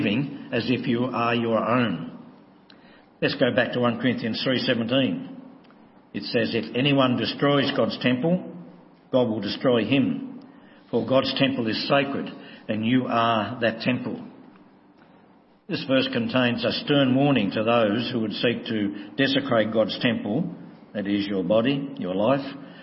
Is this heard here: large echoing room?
yes